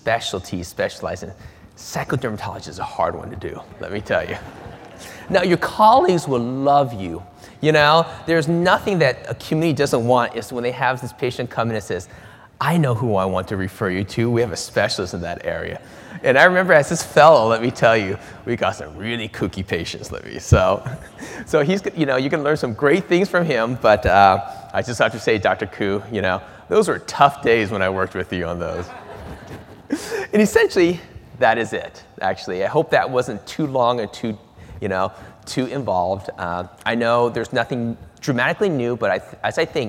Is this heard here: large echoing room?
yes